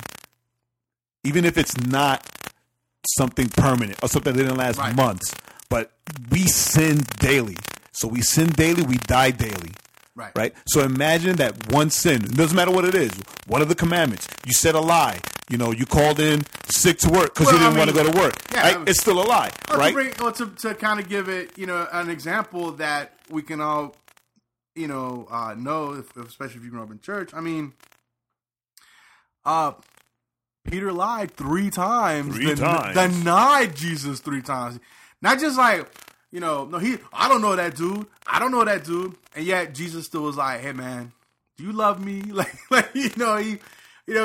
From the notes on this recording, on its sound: The 3rd podcast coming from somewhere in Marietta, GA. Sorry about he crackle we used new mics and are figuring it out...